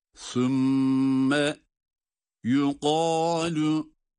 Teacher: sa harfi peltek, mim şeddeli ve tutuyoruz